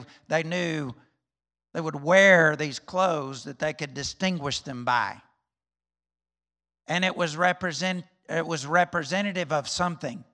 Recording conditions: large echoing room